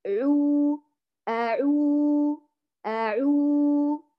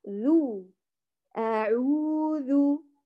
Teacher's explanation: لأنه لا يصح أن أساوي بين زمن الذال والعين، لأن العين ممدود بينما الذال متحرك، يعني العين يأخذ مقدار الذي نعطيه للذال مرتان، الذال ذو حركة واحدة، العين عو حركتان